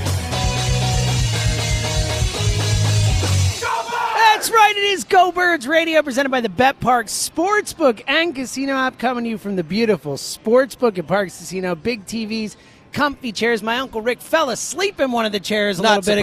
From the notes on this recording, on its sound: live at Parx Casino